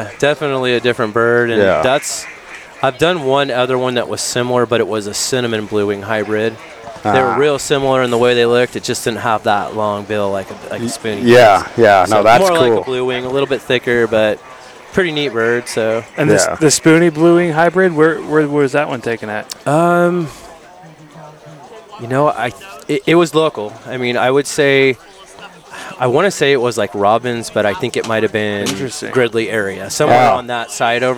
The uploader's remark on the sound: On location at the 2023 CA State Duck Calling Competition in Colusa, CA. This annual event hosted by Kittles Outdoor & Sport Co.